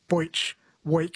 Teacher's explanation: Southerners tend to pronounce the E sound as an oi, like boich, weak.